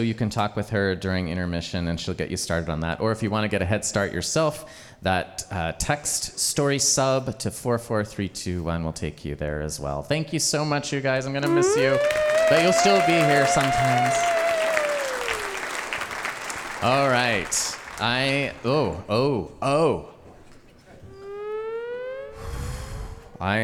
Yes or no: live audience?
yes